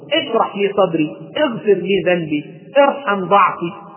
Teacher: ثم قال: واكسره، يعني اكسر همزة الوصل حال الكسر والفتح، واكسره حال الكسر والفتح. يعني إذا كان الحرف الثالث من الفعل مكسور أو مفتوح كما في قوله اشرح أو كذا، فهمزة الوصل حينئذ تكون مكسورة، اشرح لي صدري، اغفر لي ذنبي، ارحم ضعفي، هكذا.